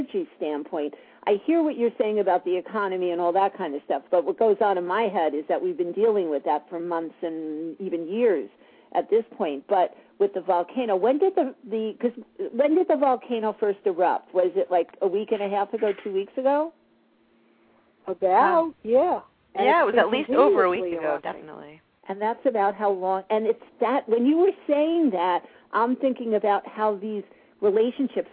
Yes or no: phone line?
yes